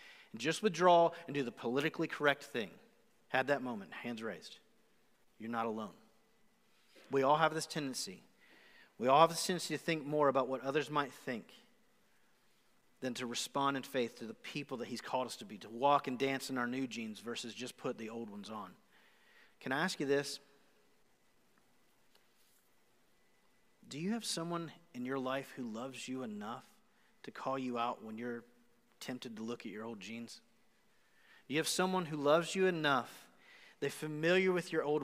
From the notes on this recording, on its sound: Recorded live on January 31, 2021 at The Fellowship at Two Rivers.